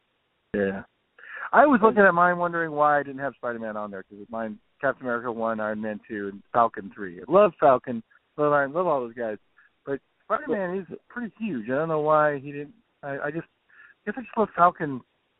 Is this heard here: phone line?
yes